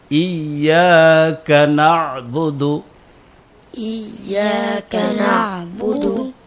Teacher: কাফ হলকের জিউবার গোড়া থেকে একটু আগে বাড়াইয়া তার বরাবর উপরের তালুর সঙ্গে লাগাইয়া উচ্চারিত হয় কাফ।